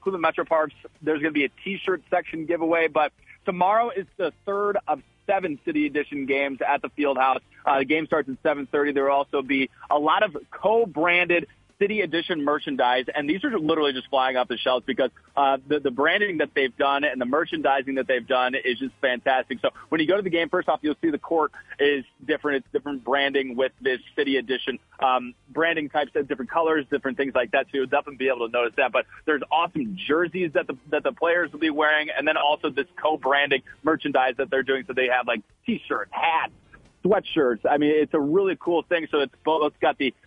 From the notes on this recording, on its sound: Phoned in to tell us.